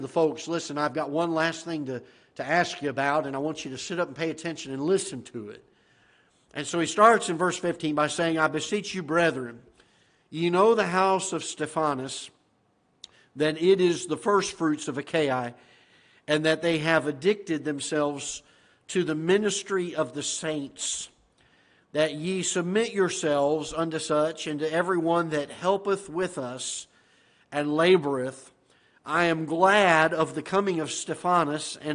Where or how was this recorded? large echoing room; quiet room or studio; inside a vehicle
large echoing room